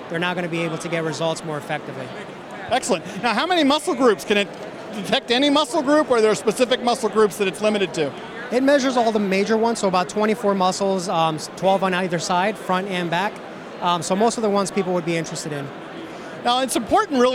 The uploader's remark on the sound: at CES Unveiled at the CES 2016 conference in Las Vegas